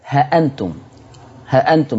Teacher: ورش هيعمل حذف للألف بعد الهاء. ها أنتم، ها أنتم، ما فيش بقى ها أنتم دي، ما فيش ألف، ها أنتم كأن هاء مفتوحة وهمزة مفتوحة، ها أنتم، ها آ، ها آ، ها أنتم.